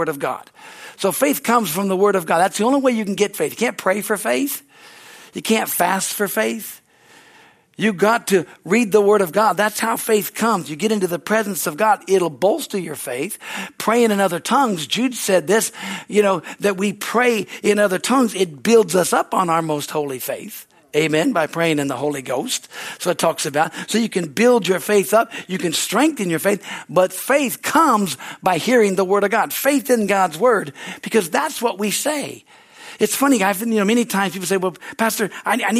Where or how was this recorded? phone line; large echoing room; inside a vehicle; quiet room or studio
large echoing room